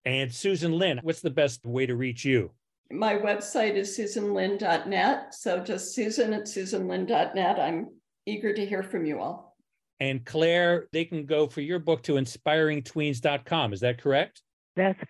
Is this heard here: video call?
yes